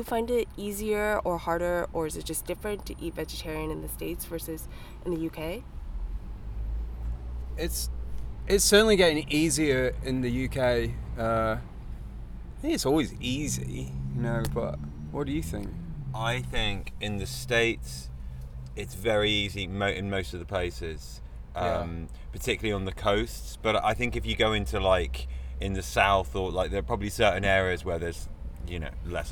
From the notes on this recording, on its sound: Recorded September 19th, 2016 at the Middle East in Cambridge, MA